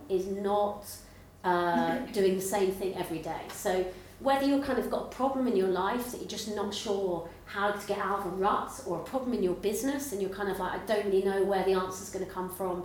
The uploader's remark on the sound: This is a podcast recorded live at the 9% Event in Brighton.